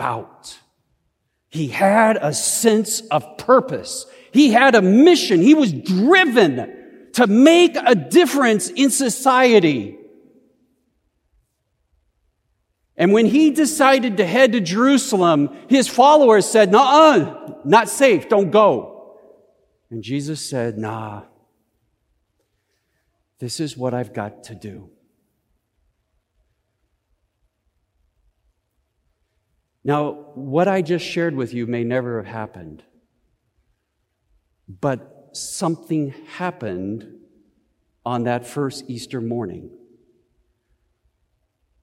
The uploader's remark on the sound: Easter Service of Worship. Recorded live at Beatitudes Church in Phoenix, AZ.